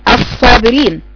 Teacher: تمتاز الصاد والسين بصفة الرخاوة والهمس. لما اجي اقرأ مثلا الصابرين، رخاوة يعني جريان صوت، همس يعني جريان نفس.